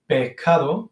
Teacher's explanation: la característica más básica del acento andaluz, que es la desaparición de las S finales, a final de sílaba o a final de palabra